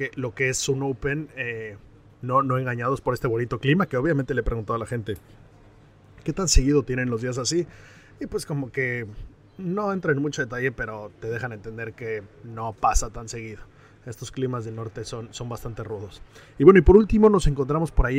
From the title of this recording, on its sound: Live from The Open